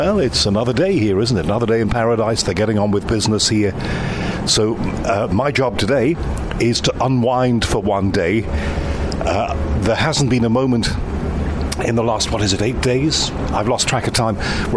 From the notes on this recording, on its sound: Seventy minutes on The Unexplained Live Cruise across The Mediterranean. Special face to face interview.